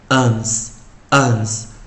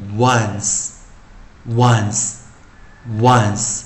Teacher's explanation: 如果你仔细看一下音标的时候，你会发现这个 O 啊，它是念 U 的短元音啊，U 的短元音是呃呃呃，所以你看啊，这个 UnsUns。可是你看哦，就算你念这个 uns uns 这样念，可是有没有注意到音标是多一个 w 啊？前面这个 w w 的那个音啊啊，在自然拼读我们念 w 啊，国际音标念 u 啊